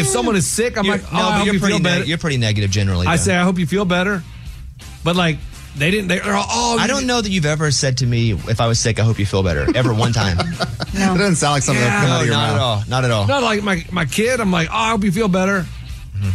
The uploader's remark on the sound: He called in to defend himself.